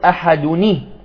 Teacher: إذا أردنا أن نصل الآيتين نقول أحدني الله. إذن تحويل التنوين بجميع حركاته إلى نون مكسورة، تقرأ عند الوصل أحدني، لاحظتم الكسرة، أحدني الله الصمد. · Term: التحويل